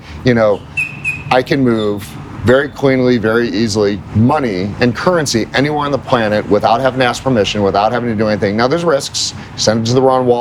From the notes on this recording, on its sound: Live at Permissionless. The yWhales team reports from the Permissionless Conference and Expo in Palm Beach, Florida.